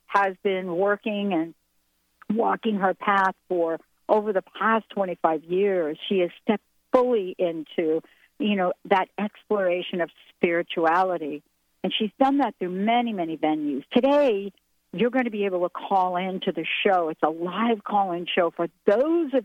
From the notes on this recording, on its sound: A total call-in show